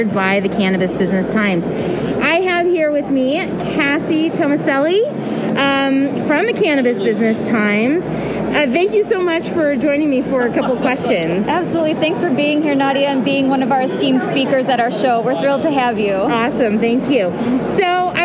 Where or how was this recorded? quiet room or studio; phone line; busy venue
busy venue